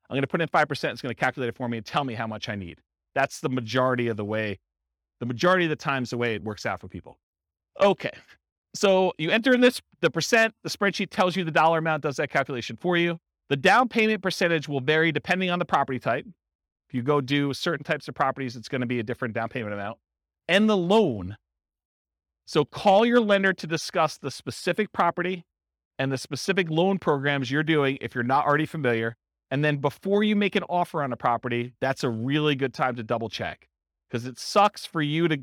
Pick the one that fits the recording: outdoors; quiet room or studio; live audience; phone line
live audience